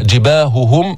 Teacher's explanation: فالهاء حرف حلقي يخرج من أقصى الحلق، جميع صفاتها ضعيفة، همس، رخاوة أو رخاوة، استفال، انفتاح، اسمات، فينبغي الحرص على بيانها سواء تكررت مثل جباههم، هائين هائين وراء بعض، فبتنتبه عليها أنه ما تخفيها، جباههم أو لم تتكرر عليهم.